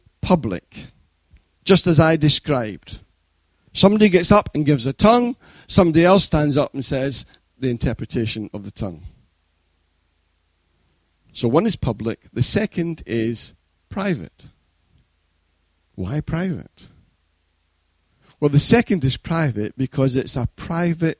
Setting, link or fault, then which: setting, large echoing room